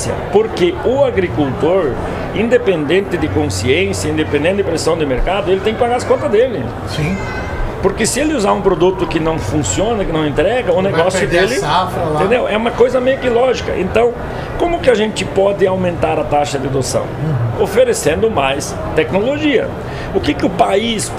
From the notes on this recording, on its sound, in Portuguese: Estamos ao vivo da Hortitec 2023